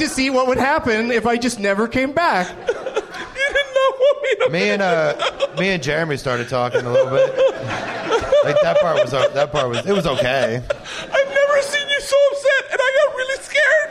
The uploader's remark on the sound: Recorded live at Helium Comedy Club (it's a gas) in St. Louis, Missouri.